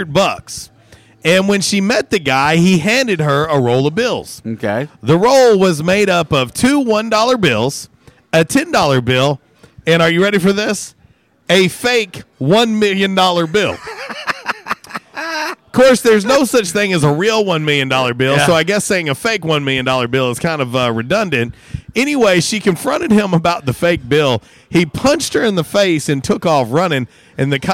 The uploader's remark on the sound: Was a “Women Rock Wednesday” LIVE from Yesdog Grill! On The Ticket 95.3 Fm/970 AM, Ritter Communications Tubetown 21!